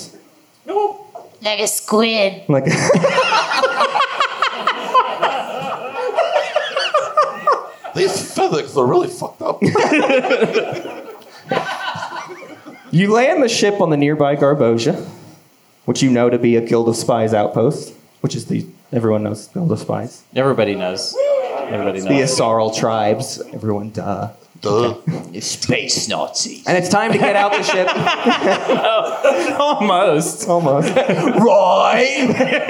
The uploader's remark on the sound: This was a live recording of the Space Cats Peace Turtles Portland Hootenanny Liveshow at Helium Comedy Club